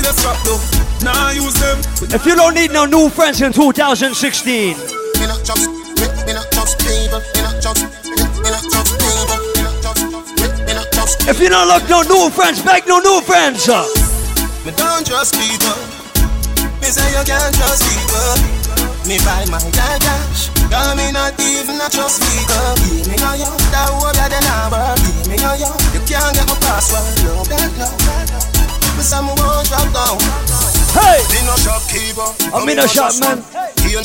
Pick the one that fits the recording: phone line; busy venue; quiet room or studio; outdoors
busy venue